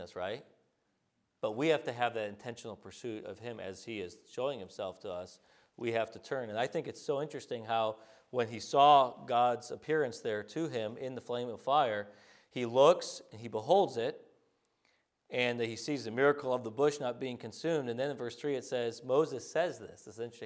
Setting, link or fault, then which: setting, large echoing room